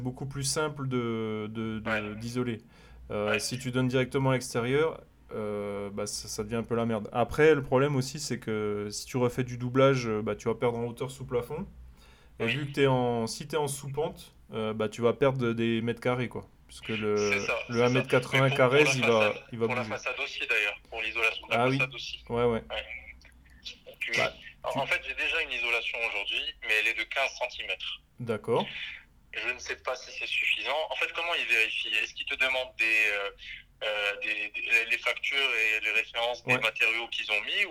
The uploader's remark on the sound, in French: Nouveau phone coaching concernant des questions sur le DPE.